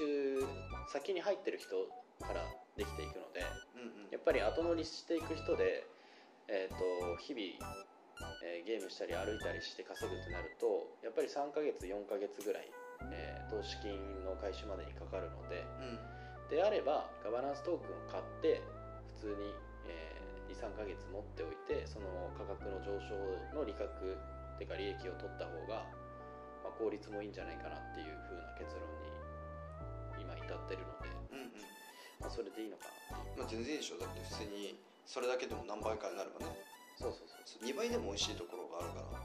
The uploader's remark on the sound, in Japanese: 今回録音機材が別で音声が少し聞きつらいかもしれません。